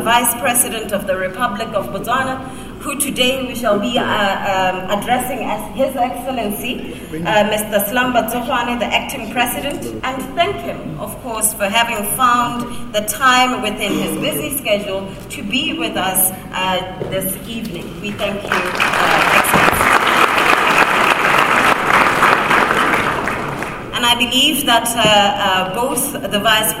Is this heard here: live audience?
yes